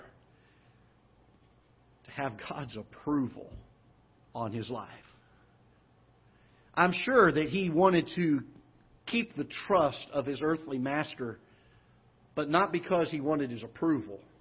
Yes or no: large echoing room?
yes